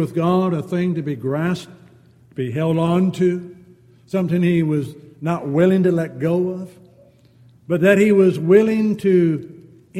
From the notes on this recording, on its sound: Downtown Church Of Christ Audio Sermon